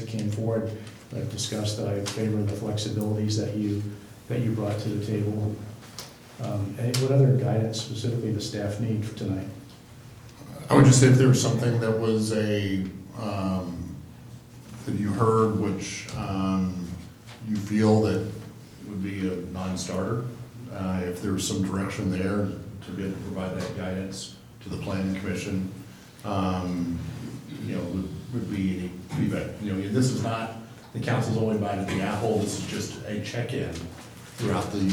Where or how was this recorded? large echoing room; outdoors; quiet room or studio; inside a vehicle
large echoing room